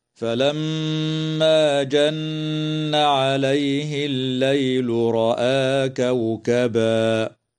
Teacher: قوله تعالى: فلما جن عليه الليل رأى كوكبا، الميم المشددة في كلمة فلما، وكذا النون المشددة في كلمة جن، حكمهما الغنة بمقدار حركتين وصلا ووقفا، وتمد الألف من كلمة رأى من قبيل مد البدل بمقدار حركتين، ويجوز الوقف على كلمة كوكبا من قبيل الوقف الكافي.